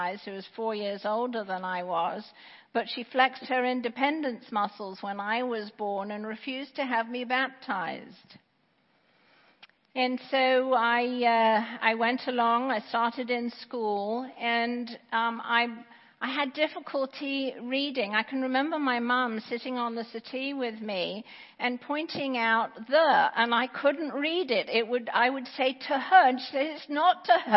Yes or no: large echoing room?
yes